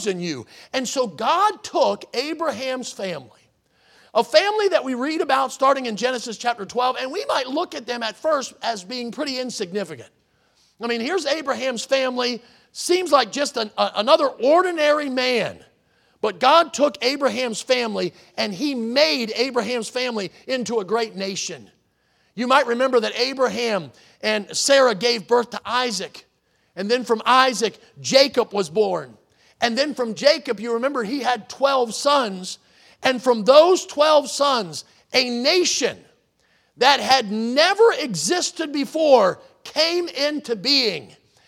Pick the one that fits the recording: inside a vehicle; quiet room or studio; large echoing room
large echoing room